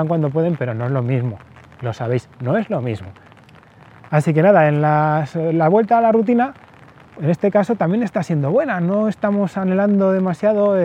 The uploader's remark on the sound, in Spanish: No tenéis los auriculares rotos ni el audio del podcast está sucio, es el agua haciendo ruido en el paraguas. Momento en el que tuve que salir a buscar al hijo mayor de una actividad deportiva.